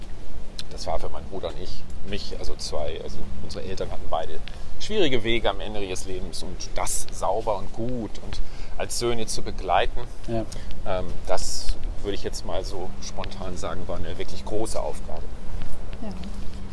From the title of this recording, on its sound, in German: Auf einen Spaziergang